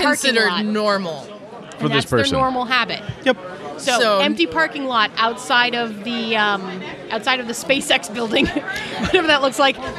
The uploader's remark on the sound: LIVE FROM QUEEN CITY CONQUEST